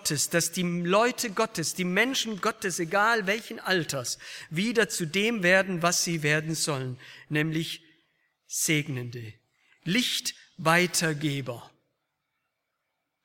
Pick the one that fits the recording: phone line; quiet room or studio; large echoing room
large echoing room